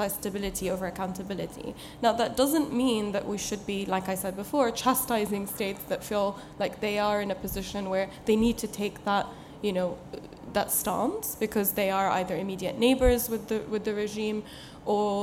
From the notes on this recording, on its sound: debates at the 2023 Conservative Party Conference in Manchester